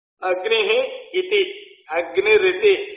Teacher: So Visarga changes to Ra in such cases. · Term: Repha